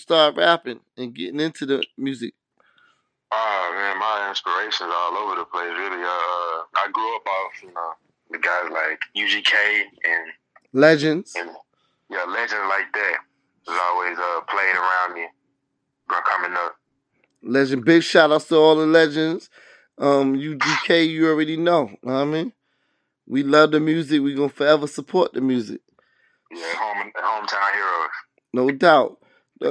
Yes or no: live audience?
no